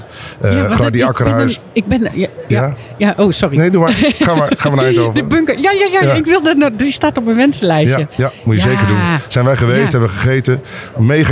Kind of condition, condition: setting, busy venue